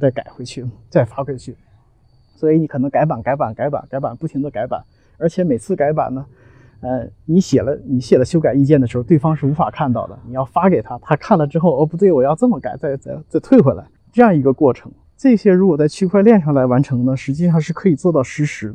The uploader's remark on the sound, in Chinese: 在陪两个女儿打网球时录制